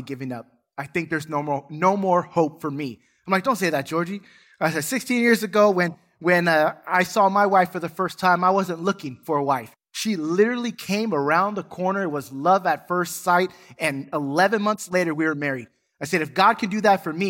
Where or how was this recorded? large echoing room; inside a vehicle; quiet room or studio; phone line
large echoing room